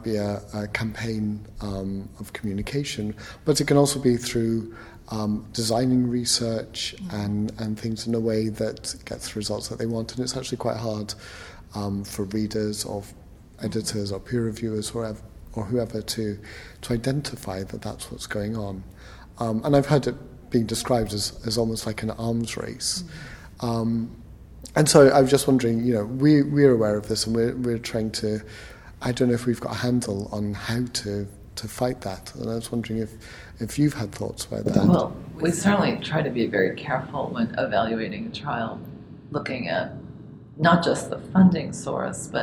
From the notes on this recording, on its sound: This week we’re at the Preventing Overdiagnosis conference in Quebec Canada